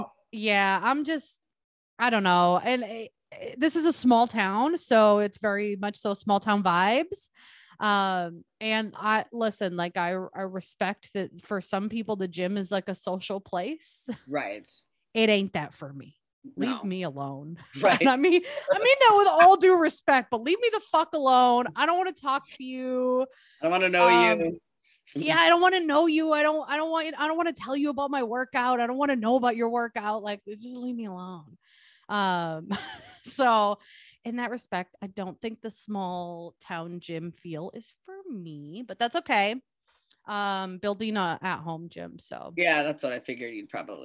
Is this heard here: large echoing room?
no